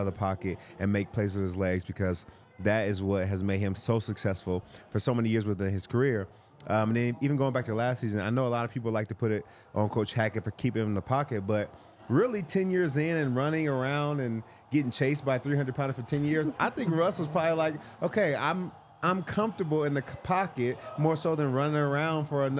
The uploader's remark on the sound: coming to you LIVE from the DNVR Bar